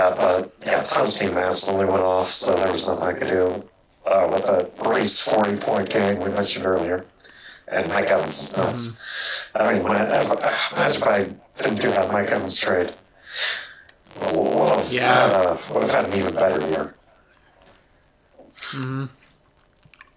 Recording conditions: poor sound quality